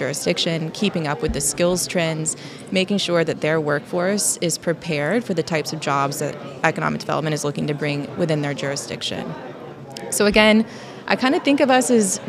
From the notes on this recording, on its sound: LIVE from the SEDC Annual Conference in Williamsburg. The SEDC Podcast Presented by Insyteful is live at the Council's Annual Conference in Williamsburg, Virginia.